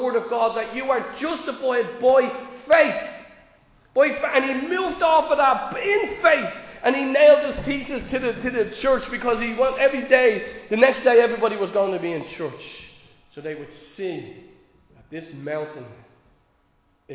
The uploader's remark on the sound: Recorded live in Liberty Church